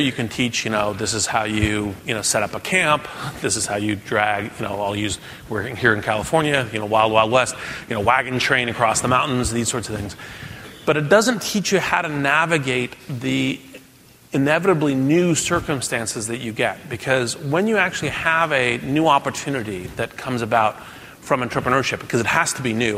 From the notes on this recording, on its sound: keynote address from the Endeavor Entrepreneur Summit